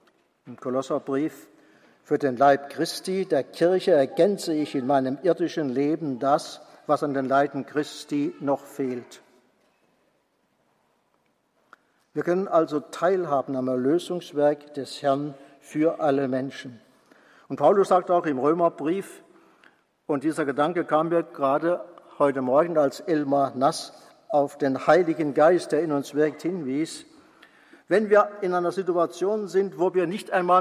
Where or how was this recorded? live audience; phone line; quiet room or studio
live audience